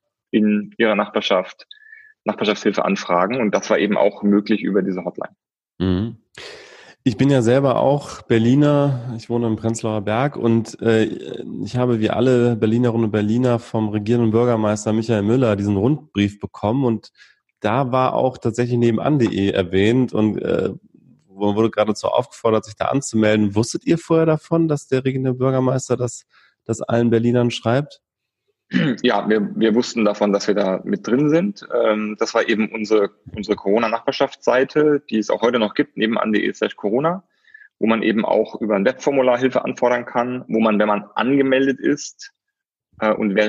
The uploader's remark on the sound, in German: Der Podcast ist dieses Mal der Mitschnitt eines Livestreams des Digital Social Summit, der virtuell in Berlin stattgefunden hat.